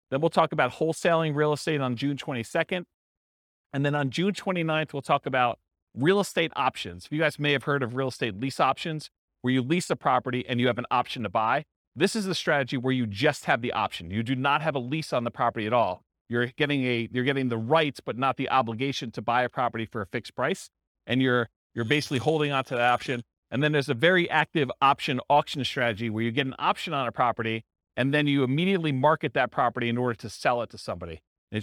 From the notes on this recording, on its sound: This was a live class recorded